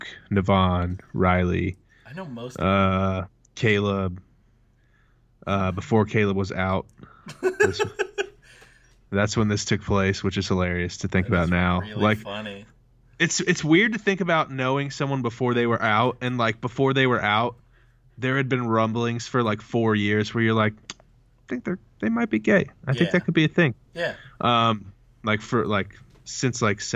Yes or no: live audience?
no